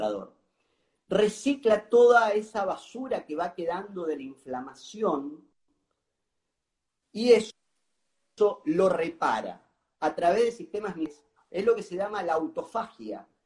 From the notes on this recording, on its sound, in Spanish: Audio de la charla en VIVO por Instagram